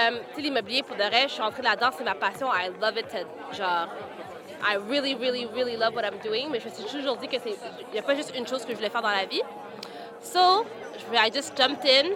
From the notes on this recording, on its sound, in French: En Direct du Cocktail au Canal (AJCCSOM). En direct de la Station F-MR, pour le tout premier événement de réseautage de l'AJCCSOM (L'Aile jeunesse de la Chambre de commerce du Sud-Ouest de Montréal).